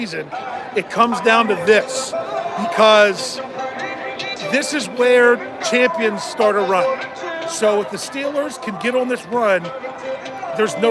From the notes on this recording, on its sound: Live Report from Heinz Field before Week 15. Live from Heinz Field for pregame frivolity.